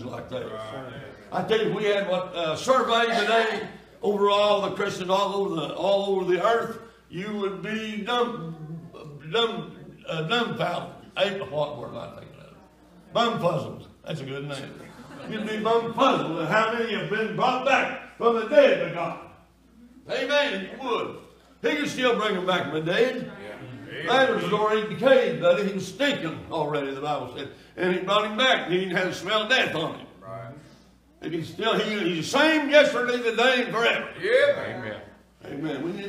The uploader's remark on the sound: Sunday Night Worship Service